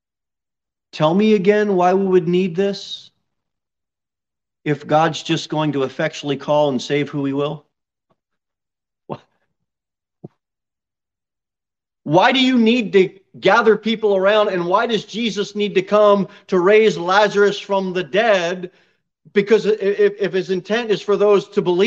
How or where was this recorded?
large echoing room